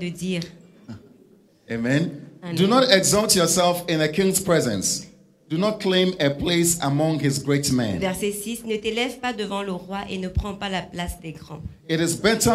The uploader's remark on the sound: Preached during Joyful Hour Sunday Service